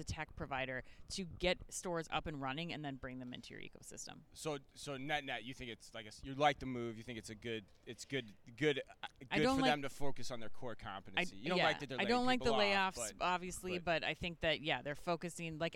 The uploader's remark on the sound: Live from Shoptalk Europe in Barcelona.